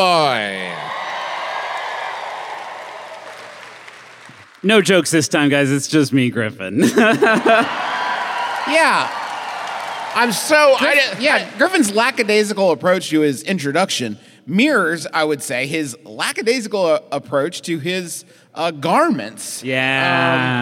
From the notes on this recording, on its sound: the 2022 live shows, from the Orpheum Theater in Minneapolis!